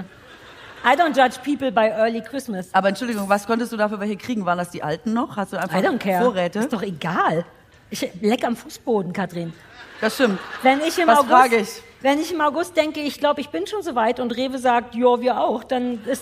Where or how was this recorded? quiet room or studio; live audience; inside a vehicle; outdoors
live audience